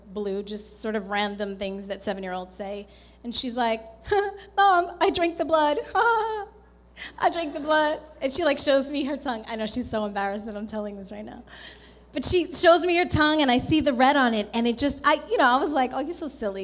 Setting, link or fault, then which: setting, live audience